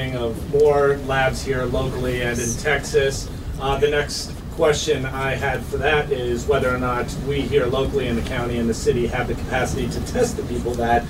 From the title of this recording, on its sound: full press conference